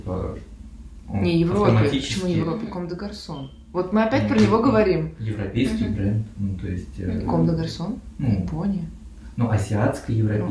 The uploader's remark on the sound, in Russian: В этом выпуске есть проблемы со звуком, мы постарались решить их, как могли, но осадочек мог остаться.